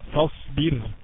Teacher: فاصبر الأولانية الراء ساكنة وقبليها مكسور فترقق الراء